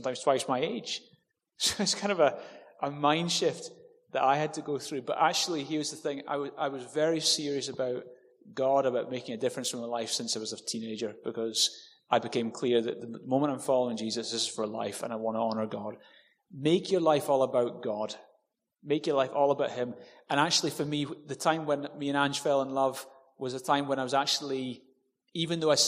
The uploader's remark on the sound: With live Q&A.